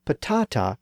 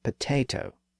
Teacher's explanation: When patata came into English from Spanish in the early to mid-1500s, the great vowel shift was still underway, and the ah sound was shifting to the a sound within English. So patata experienced the vowel shift and became potato.